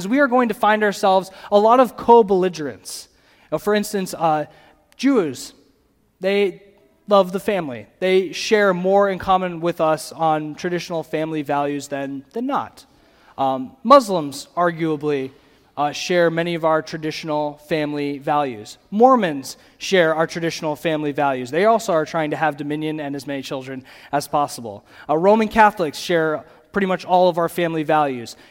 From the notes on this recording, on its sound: the audio from the Saturday Morning Session of the 2023 Bible Conference at CityGate Church in Portage, MI